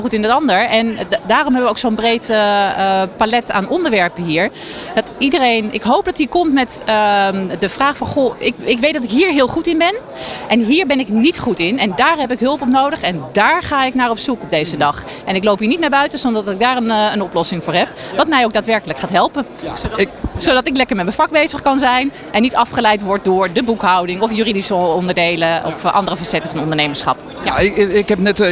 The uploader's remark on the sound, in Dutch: Vanaf de locatie, Hart van Holland in Nijkerk, deed De Ondernemer live verslag van hét evenement voor zelfstandig ondernemers.